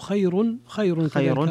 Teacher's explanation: خير فيها ترقيق الراء لورش